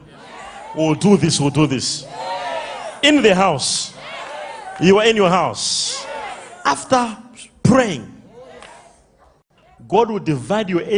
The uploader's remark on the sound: LIVE MID WEEK SERVICE| ECG CHURCH